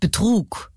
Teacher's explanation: Also Trug hat den Hauptappeal und B ist nur die Vorsilbe. · Term: Jambus